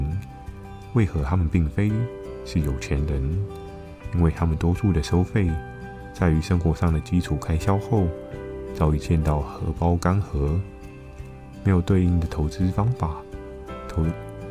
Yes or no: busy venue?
no